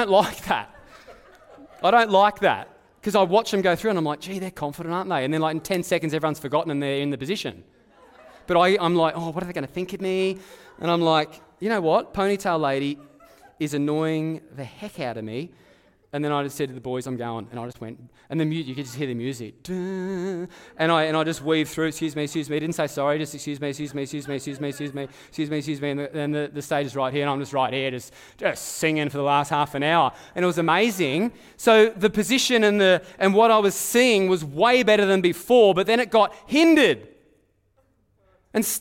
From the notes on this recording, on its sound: Live at Echo Church Melbourne.